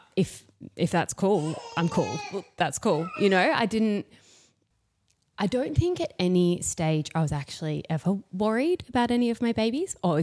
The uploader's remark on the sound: two (slightly noisy) boys in the studio and we apologise for any disturbances in the audio